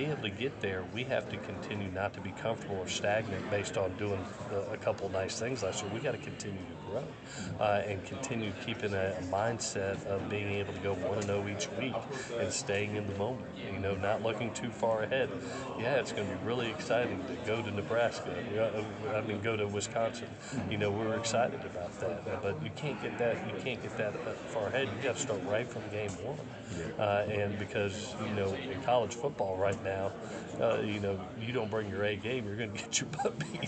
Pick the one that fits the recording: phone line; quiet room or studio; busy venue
busy venue